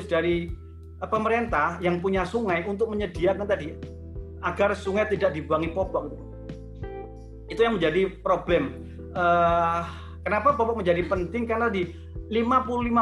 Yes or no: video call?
yes